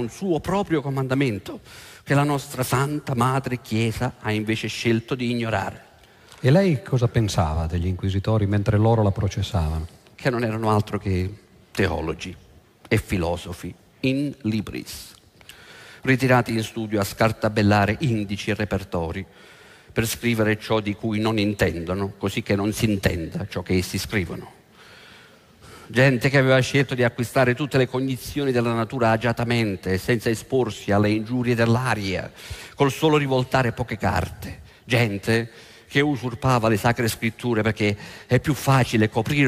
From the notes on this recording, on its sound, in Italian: Registrato presso l'Auditorium di Roma il 15/03/08